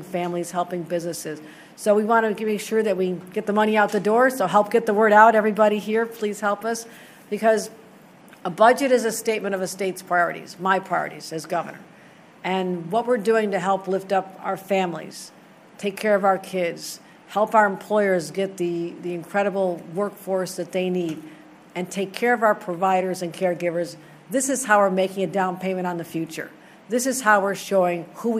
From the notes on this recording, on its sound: a recent press conference